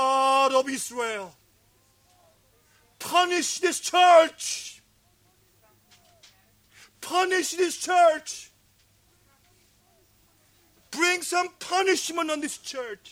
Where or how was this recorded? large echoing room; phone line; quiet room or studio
large echoing room